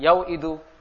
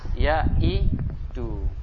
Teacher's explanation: Jadi ada huruf wawu, gitu ya, huruf wawu diapit oleh fathah dan kasroh, maka wawu dibuang atau dihilangkan. · Shown in: second take